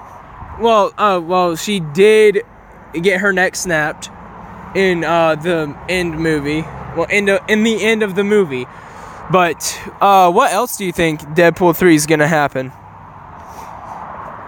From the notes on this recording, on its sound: Sorry for all the loud noises we were outside for this